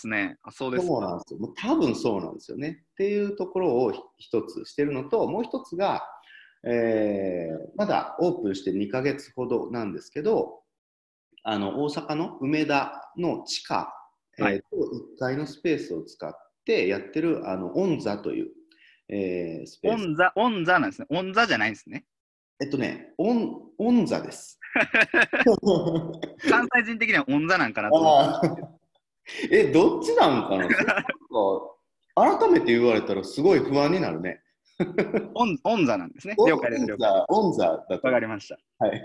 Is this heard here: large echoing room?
no